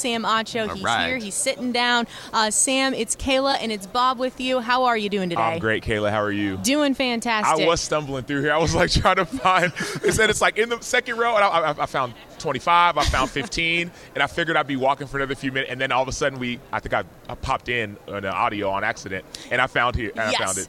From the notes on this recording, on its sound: Extra Point live from Super Bowl Radio Row.